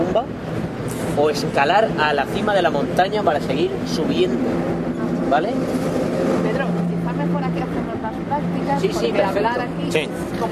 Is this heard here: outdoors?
yes